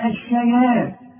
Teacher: والطاء مفخمة لكن مكسورة آخر درجات التفخيم